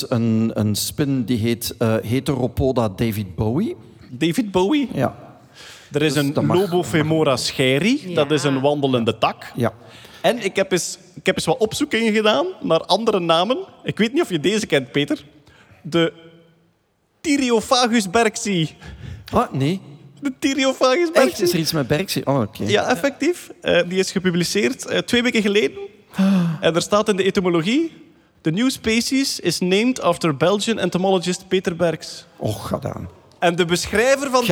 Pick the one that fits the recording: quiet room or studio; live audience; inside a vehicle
live audience